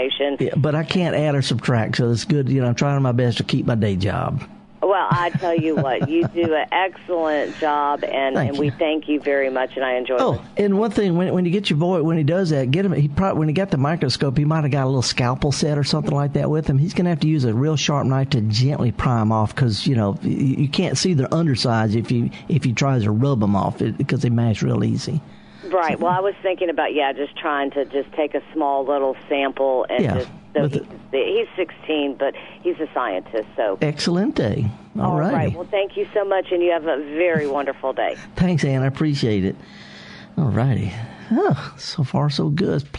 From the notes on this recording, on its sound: answers your live calls